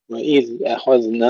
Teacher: بعض الإخوة يقلقلون الذال وبعضهم يلعنونها ثاء وكلاهما خطأ